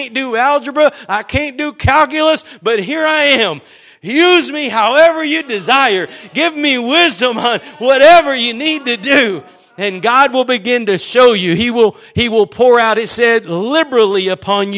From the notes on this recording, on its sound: Preached at Gospel Lighthouse in Bossier City, La.